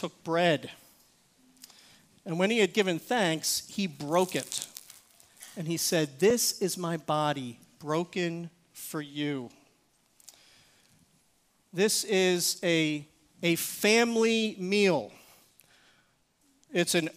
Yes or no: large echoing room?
yes